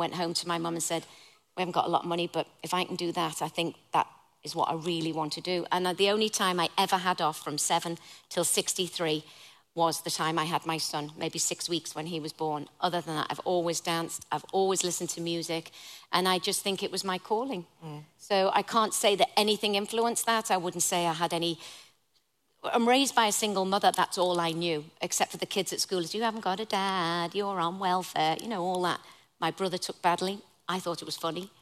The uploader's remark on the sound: LIVE at Cheltenham Literature Festival